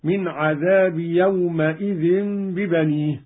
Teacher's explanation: قرأ قالون بفتح الميم، هكذا من عذاب يومئذ ببنيه